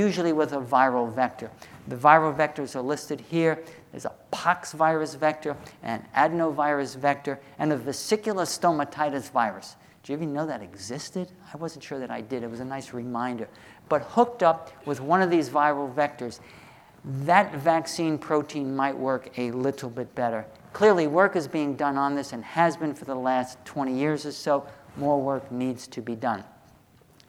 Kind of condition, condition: setting, large echoing room